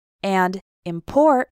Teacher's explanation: when we stress the second syllable of the word, export and import, that refers to the action.